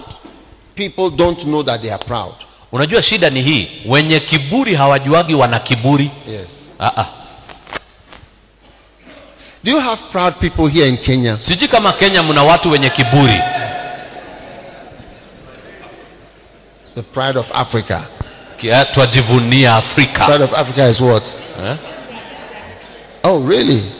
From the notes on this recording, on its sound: Preached at the day 1 of the Healing Jesus Campaign Pastors Conference in September 2023, Narok, Kenya.